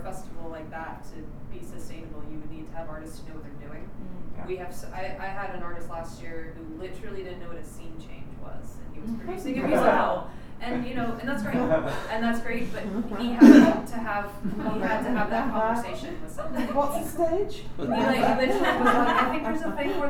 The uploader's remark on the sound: Recorded at the 2014 World Fringe Congress in Edinburgh, 10 August 2014.